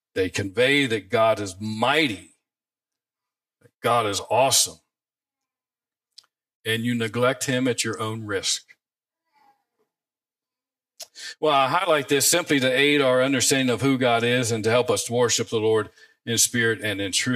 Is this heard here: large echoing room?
yes